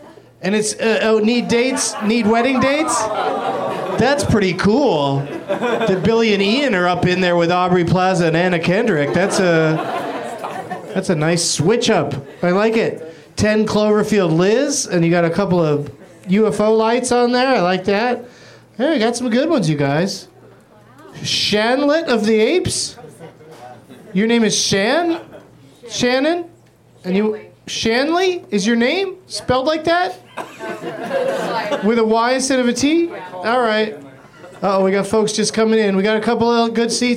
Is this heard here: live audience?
yes